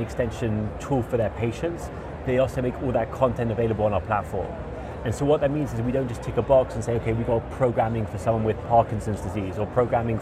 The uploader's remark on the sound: Interview in Action live from ViVe 2023